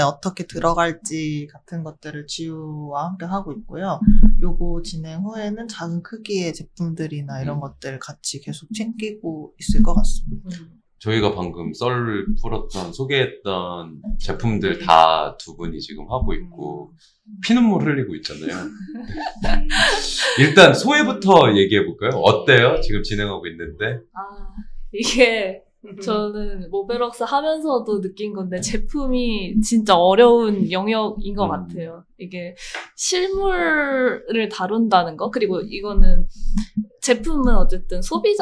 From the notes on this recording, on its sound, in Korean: 마이크 음질이 고르지 못한 점 양해부탁드립니다.